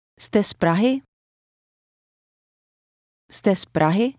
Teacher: It contains a fast Z sound, which will attach itself to the word before it.